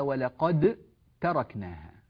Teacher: الحكم هنا هو الإدغام، ندغم الدال في التاء